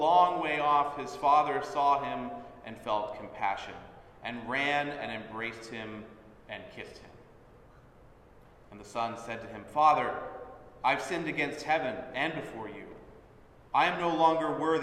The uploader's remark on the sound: Sermon at Holy Trinity Anglican Church